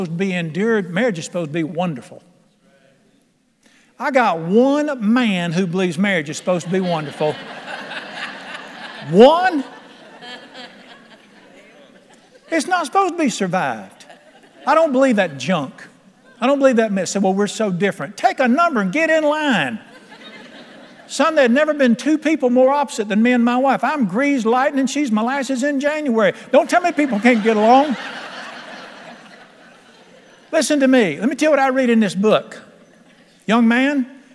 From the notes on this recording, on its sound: at The Lamb's Chapel, Burlington, NC.